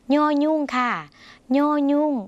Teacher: ย่อยุ่งเสียงเยอะขึ้นจมูกเหมือนในภาษาอีสานหรือภาษาเหนือนะคะ